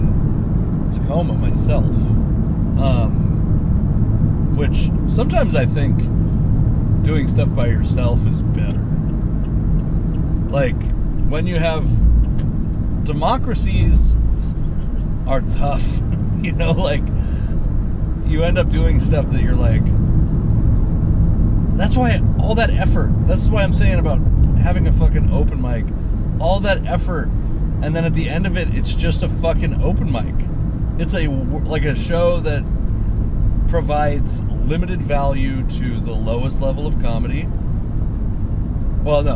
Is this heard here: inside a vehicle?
yes